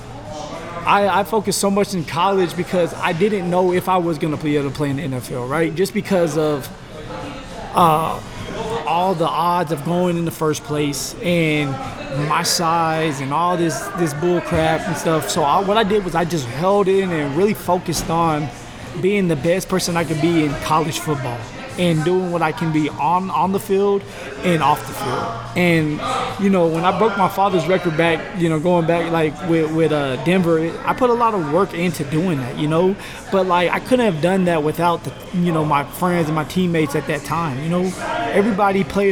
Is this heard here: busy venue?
yes